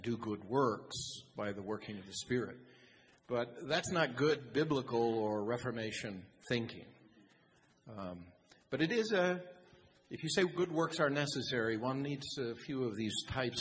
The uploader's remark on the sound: The Pastors share part of the Q&A from the Reformation conference that took place this past weekend in Boise.